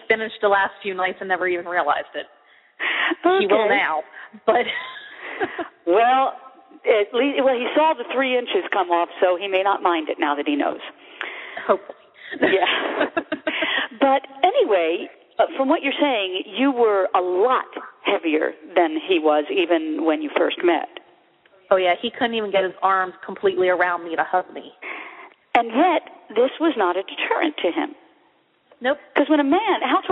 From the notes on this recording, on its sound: I don't know why, but the sound quality of this one is not good. It's still easy to listen to and understand, though. (the original show was live).